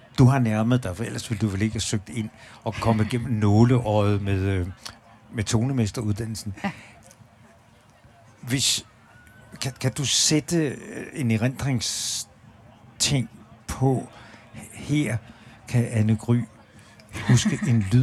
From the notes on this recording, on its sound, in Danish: live og direkte på The Lake under Badesøfestivalen